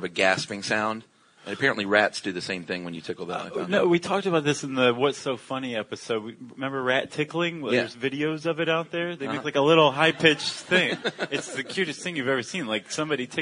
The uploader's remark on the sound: Recorded live at the Los Angeles PodFest.